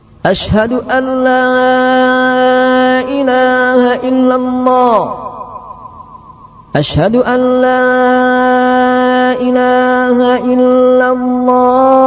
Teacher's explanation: Berikutnya memendekkan Allah sebagaimana adzan orang-orang Syiah yang antum bisa lihat atau bisa dengar di Yaman nanti kalau sudah sampai di Yaman. Di lafaz pertama memendekkan, kemudian kedua memanjangkan.